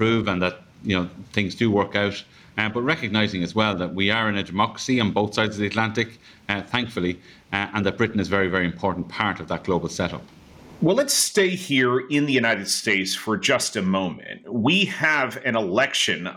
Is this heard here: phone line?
no